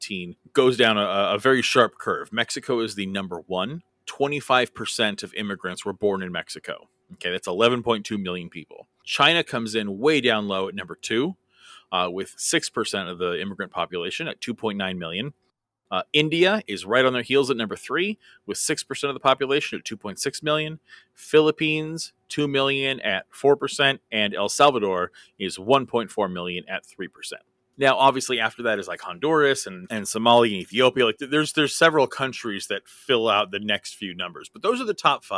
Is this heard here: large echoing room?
no